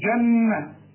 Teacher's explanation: النون الأولى جنة، النون لازم تغن · Term: غنة